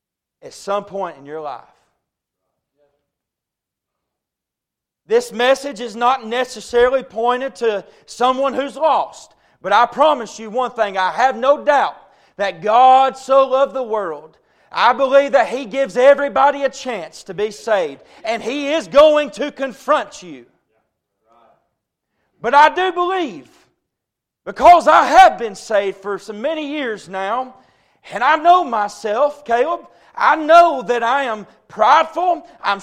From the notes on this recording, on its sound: A message preached at Crossroads Baptist Church